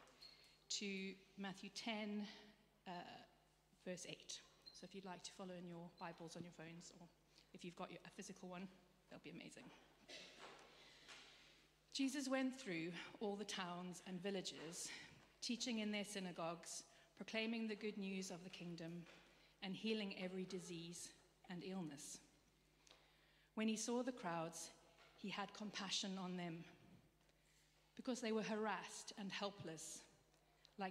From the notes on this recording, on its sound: Streamed live at St Paul's Shadwell on Sunday, 18 June 2023.